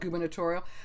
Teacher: Am I right that it is okay to drop that er sound?